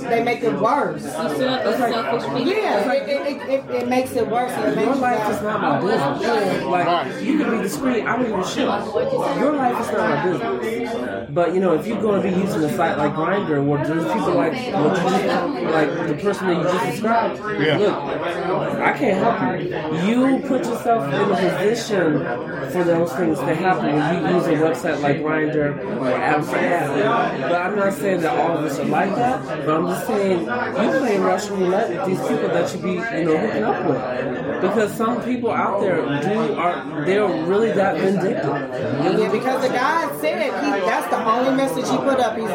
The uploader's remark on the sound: Live In Broadripple. As we record our first live audience taping and pop off my annual Fall Party/Wine Tasting event.